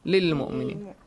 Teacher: they have joined lam with the next lam